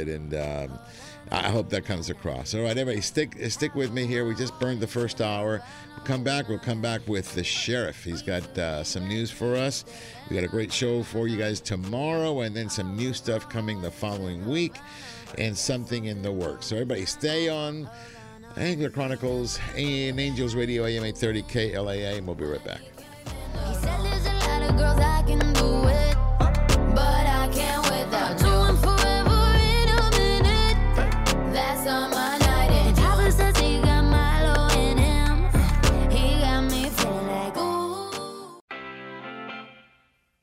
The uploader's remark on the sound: "LIVE" from Angel Stadium in Anaheim, CA